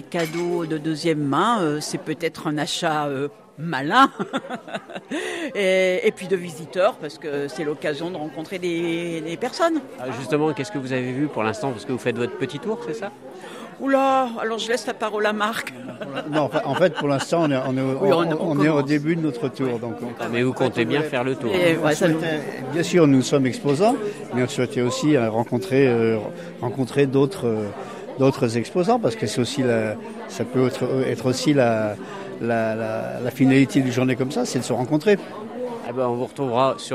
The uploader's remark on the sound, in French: Un marché éco-responsable de Noël. Le Feuilleton de la semaine propose une promenade au gré des stands à la rencontre des exposants et des visiteurs.